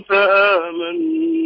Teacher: الألف مديتها زيادة عن حركتين